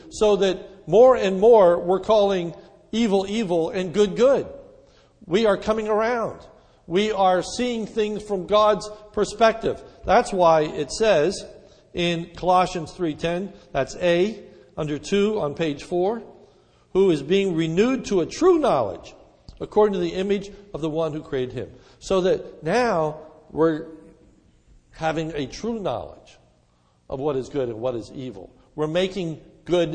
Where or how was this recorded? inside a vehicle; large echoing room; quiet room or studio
large echoing room